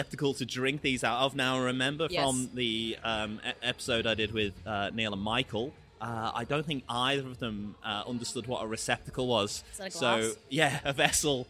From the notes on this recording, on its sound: The episode was recorded at Burnley Brewing in Bridge Road, Burnley.